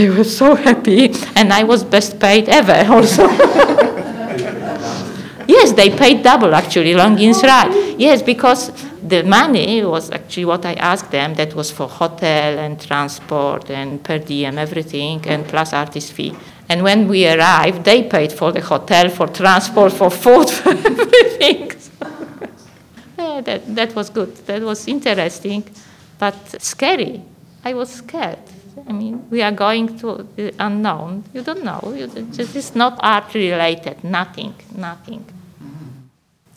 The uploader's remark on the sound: Recorded with a live audience